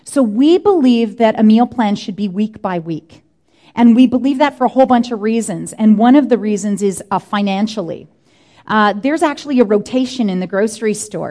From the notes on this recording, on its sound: Answers questions from the audience about nutrition, meal planning and so much more.